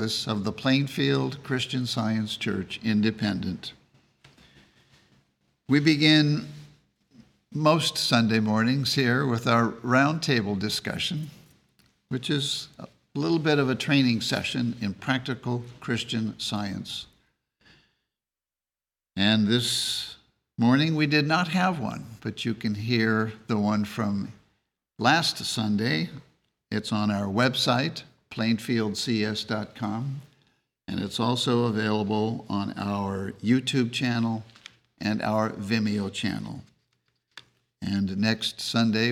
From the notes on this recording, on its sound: The Sunday service audio